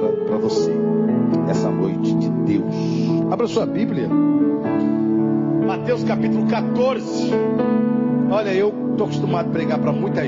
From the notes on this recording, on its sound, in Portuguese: Mensagem gravada em 18/08/2023 - Culto de Cura e Libertação